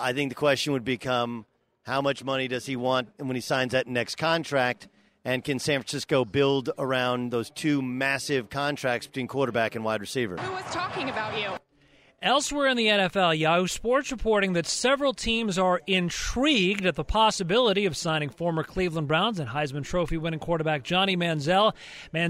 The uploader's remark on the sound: Live from the Final Four in San Antonio